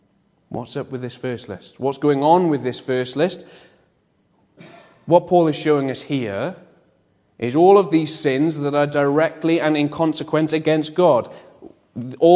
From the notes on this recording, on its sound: Bethel Evangelical Church in Gorseinon